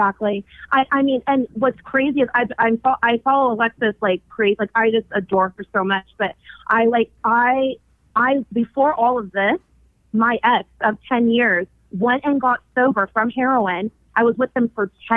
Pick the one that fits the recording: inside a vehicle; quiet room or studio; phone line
phone line